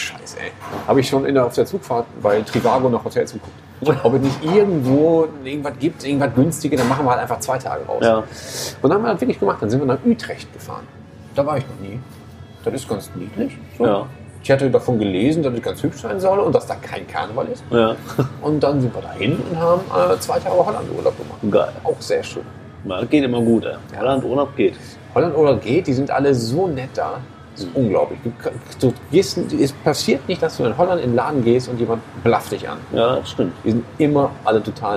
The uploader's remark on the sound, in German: Diesmal auch mit besonders atmosphärischen Ton :-) Erika´s Braterei in Mülheim/Ruhr